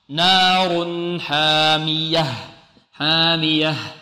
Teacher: التنوين نون ساكنة، ننطق بهذه النون بغنة ناقصة، نار حامية، حامية، لابد من إيضاحها، بارك الله فيكم. · Term: إظهار